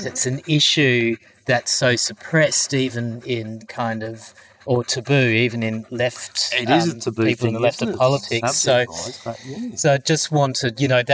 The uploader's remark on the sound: It also happened to be a windy day with quite a bit of ambient sound, affecting the quality of the recording. This episode was recorded on site at the Yakamia forest with our trusty portable recorder. It also happened to be a windy day with quite a bit of ambient sound, affecting the quality of the recording. There is always a trade off with the intimacy of being 'live' with the unpredictable nature of sound recording, so we acknowledge the ‘rawness’ of this episode.